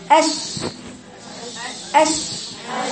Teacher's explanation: انك بتبقي مستعجل المفروض تفصلي المخرجين عن بعض الشين والجيم لان الشين وانت بتقرايه ما بيوصلش اللسان للحنك الاعلى ما بيحصلش تلامس في الشين اش اش ما بيحصلش تلامس يعني انا لو هسقف الحنك هكذا